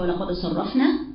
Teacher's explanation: الصاد فيها استعلاء وفيها إطباق في حاجة كل لسان فوق.